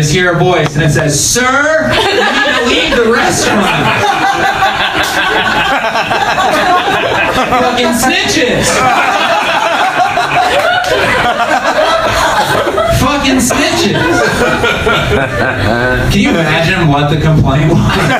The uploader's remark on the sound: Live from Genuine Joe's